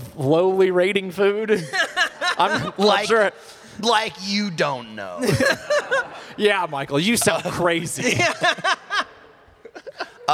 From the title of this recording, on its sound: Live at RTX 2022